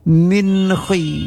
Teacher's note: Min khi tanwin, baris dua nun mati bertemu dengan kha, yaitu dengan izhar, tidak berdengung